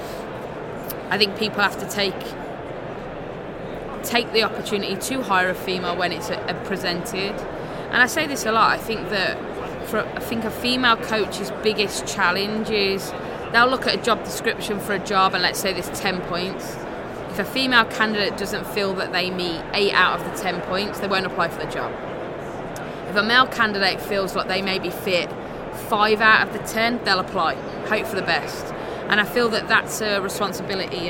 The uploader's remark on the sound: Live from the 2019 USC Convention